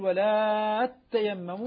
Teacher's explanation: البزي يقرأ بإدغام التاءين فتصبح تاء مشددة إذا وصلت بما قبلها. بما قبلها طبعا حالة إذا ابتدأنا بها فهي تاء دون إدغام، لأنه لا يجوز أن أبدأ بساكن.